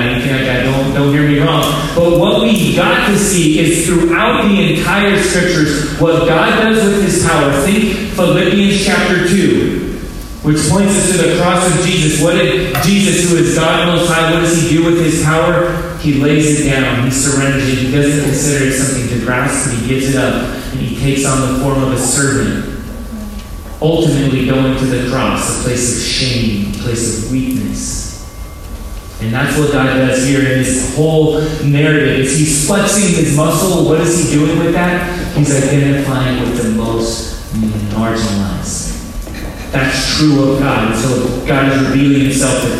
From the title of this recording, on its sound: low-quality audio